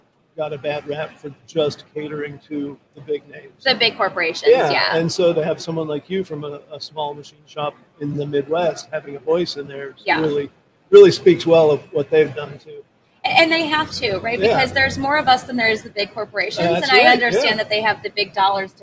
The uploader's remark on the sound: Recorded live from the floor of the Motion + Power Technology Expo at Huntington Place in downtown Detroit.